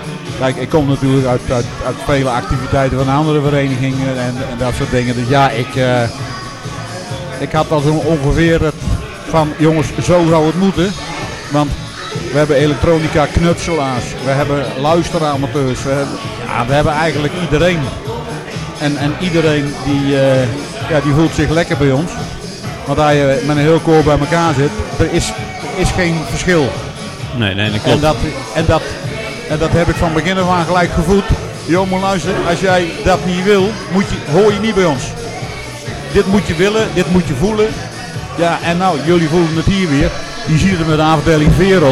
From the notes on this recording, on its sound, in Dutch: Vandaag is de Technische Praatjes Podcast aanwezig bij de Meet & Greet. De geluidskwaliteit is niet wat u gewend bent van ons, maar wij moesten de opnames doen in een zaal met meer dan 50 praatgrage radiozendamateurs!